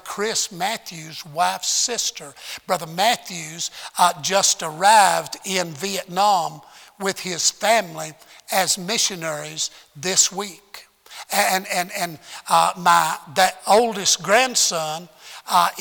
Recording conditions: large echoing room